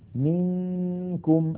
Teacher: نون ساكنة بعدها كاف، انتقلنا من الميم إلى مخرج الكاف ولم ننطق كافا بل نطقنا غنة